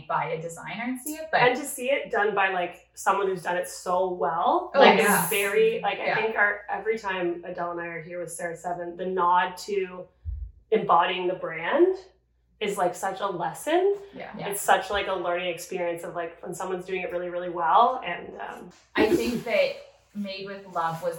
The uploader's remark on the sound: We are overtired, sans make-up and sleep, have bad lighting and a botched mic but we made it through one of the most beautifully chaotic NY Markets to date!